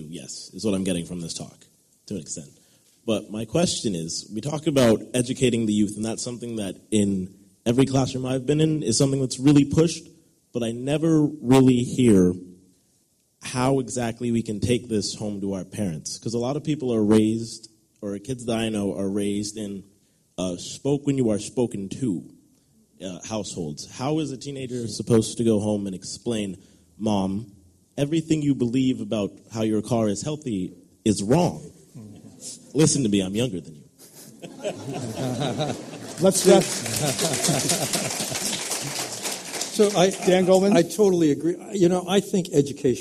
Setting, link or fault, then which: setting, live audience